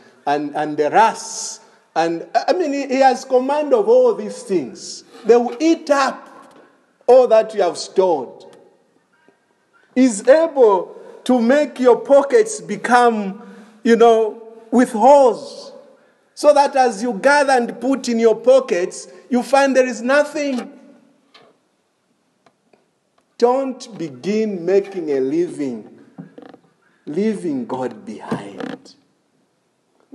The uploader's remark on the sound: This is a sermon preached in the evening of August 1, 2021 at Crossway Baptist Church.